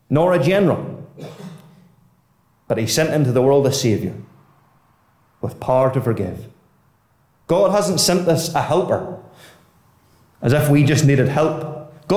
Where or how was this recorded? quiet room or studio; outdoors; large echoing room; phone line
large echoing room